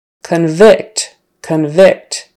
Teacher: since the first syllable is not stressed anymore, that vowel kind of turns into a schwa